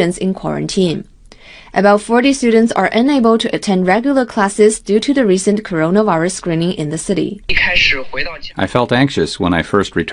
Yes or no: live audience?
no